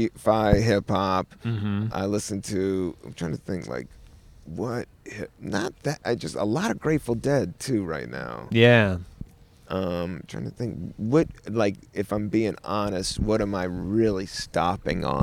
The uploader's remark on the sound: outside in Prospect Park in Brooklyn, NY.